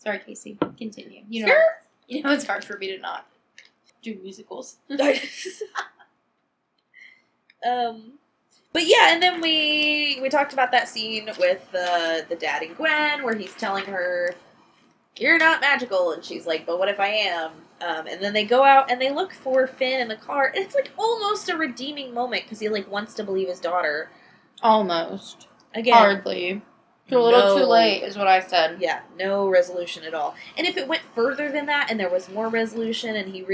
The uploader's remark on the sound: This first episode doesn't have the best audio but we'll be upgrading our equipment asap!